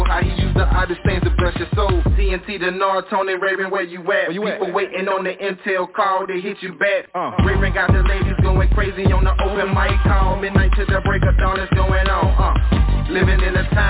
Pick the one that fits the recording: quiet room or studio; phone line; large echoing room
phone line